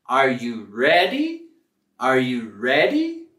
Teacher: con nuestra entonación al final de la pregunta vamos a subir